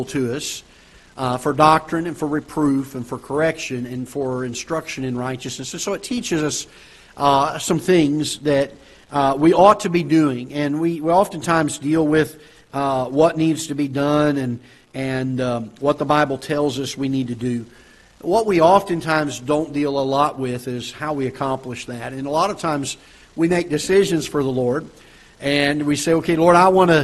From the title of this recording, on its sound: Ketha Heights Baptist Church ~ Live Broadcast